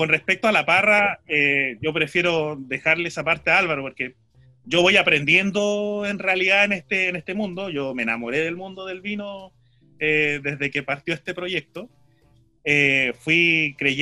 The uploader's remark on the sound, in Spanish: Vía Zoom desde Isla de Pascua. Programa sobre V¡nos, V¡ñedos y V¡das en radio PortalesFM.